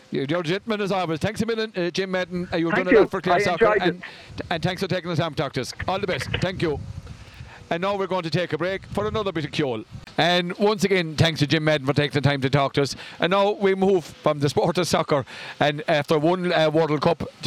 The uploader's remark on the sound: A first for the lads this week as the show was broadcast live at 1pm On Saturday as part of the 2023 Harbour Festival.